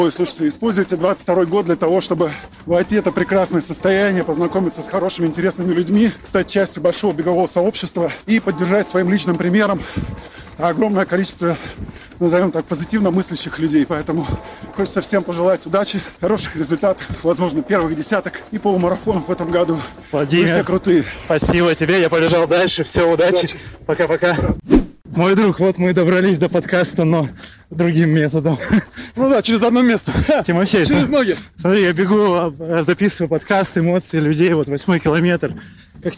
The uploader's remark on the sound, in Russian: Разминка: лайв с Московского полумарафона. Часть этого эпизода записана на бегу. Прямо на трассе Московского полумарафона взял интервью у участников, пейсмейкеров и болельщиков. Вы услышите все звуки, сопровождавшие забег.